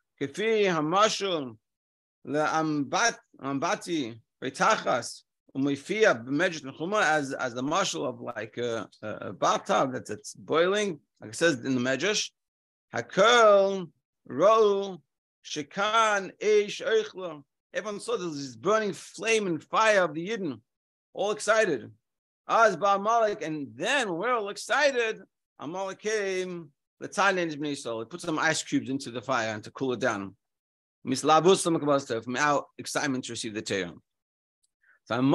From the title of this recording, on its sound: Daily Zoom Shiur